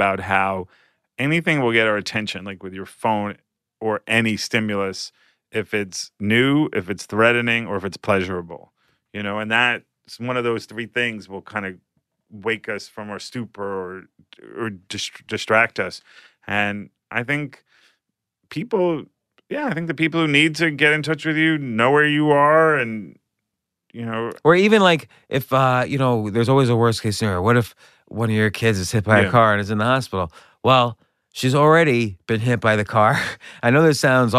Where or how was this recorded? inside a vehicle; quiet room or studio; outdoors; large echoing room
quiet room or studio